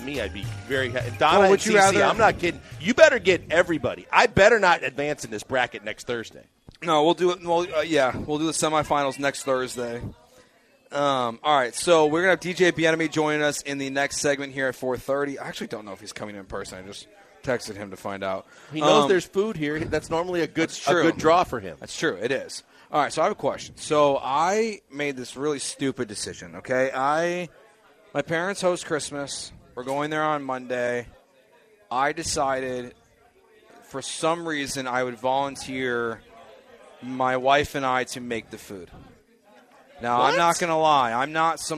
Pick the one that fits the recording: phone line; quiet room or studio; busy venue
busy venue